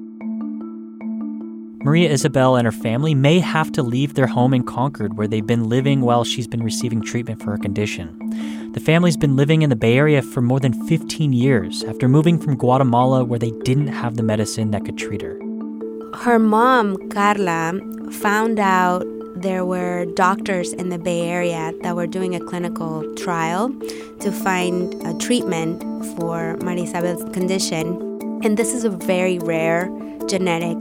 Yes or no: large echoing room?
no